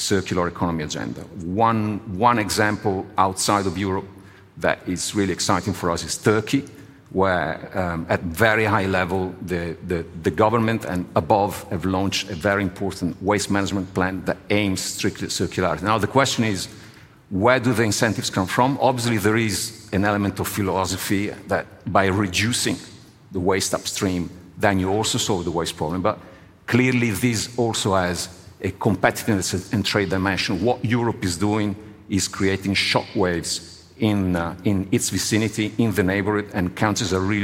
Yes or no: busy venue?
yes